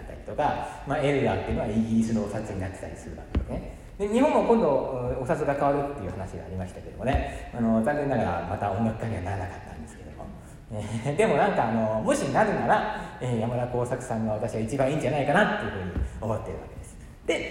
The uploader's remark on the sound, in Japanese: 舞台上にてラジオの公開収録を行いました。独演会で公開収録！とっても良いお客さんで、たくさん笑ってもらいました。しかし、マイクを自分の方に向けて収録したため、お客様の反応が入っていなくて残念。